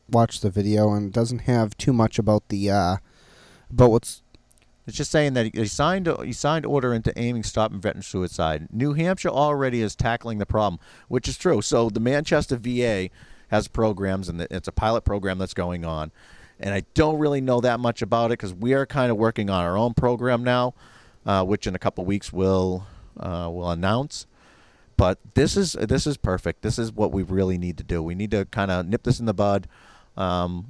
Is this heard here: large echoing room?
no